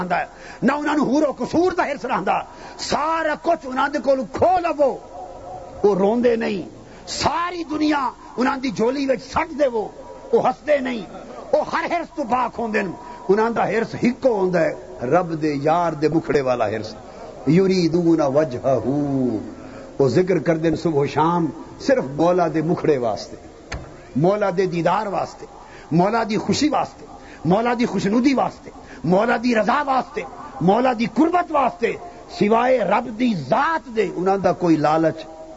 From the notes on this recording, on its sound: A Speech delivered at Manghani Sharif